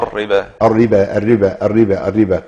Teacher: في بعضهم بيفخم الراء يقول في كلمة الربا في القرآن كله